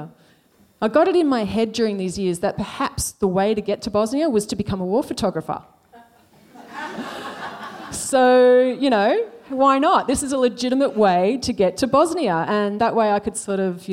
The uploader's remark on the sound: SPUN: True Stories Told in the Territory is a live storytelling event that showcases some of the extraordinary people and stories that make up the Northern Territory. Popping up at different venues across Darwin.